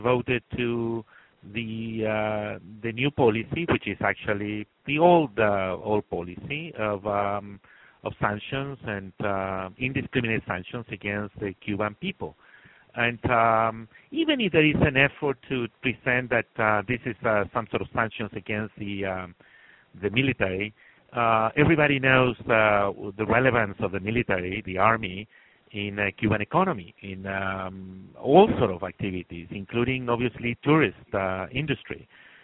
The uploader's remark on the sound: The Atlantic Council’s Adrienne Arsht Latin America Center held a conference call.